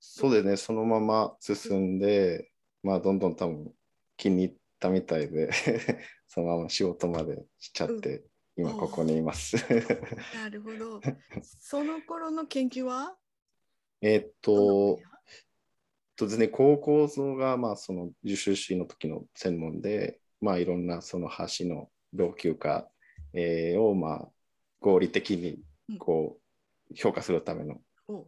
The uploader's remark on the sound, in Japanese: 収録場所： オンライン (Zoom)